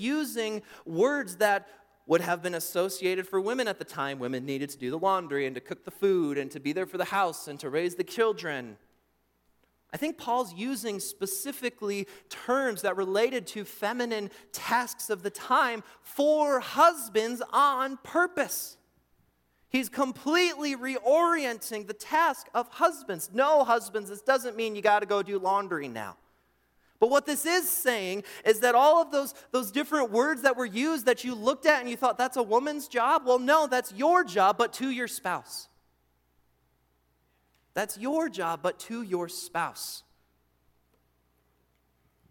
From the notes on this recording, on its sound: during the Morning Worship Service on Sunday, July 9, 2023, at Calvary Baptist Church in Battle Creek, Michigan